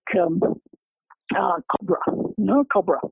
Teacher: the second syllable in English is reduced. It's just a schwa